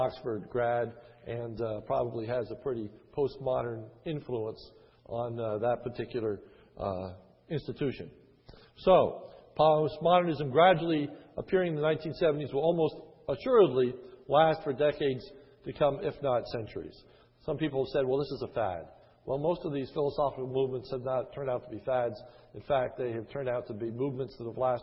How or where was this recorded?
large echoing room